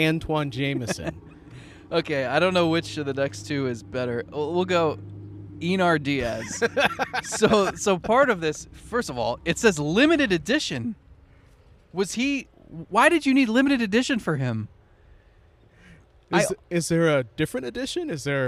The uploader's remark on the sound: Record an episode of the show at the Great Lakes Collectors Convention.